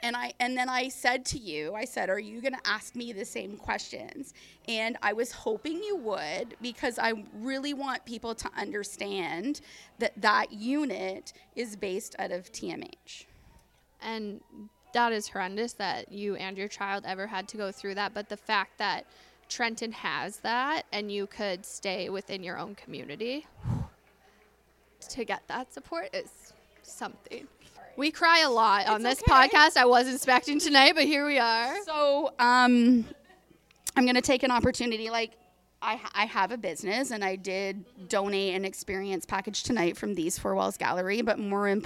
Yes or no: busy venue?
yes